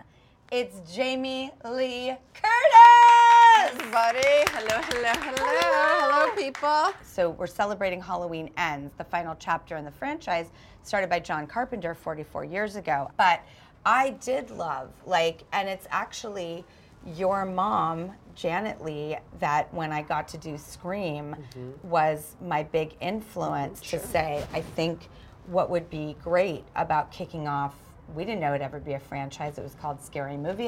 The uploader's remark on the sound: On location at Comic-Con. New York Comic Con.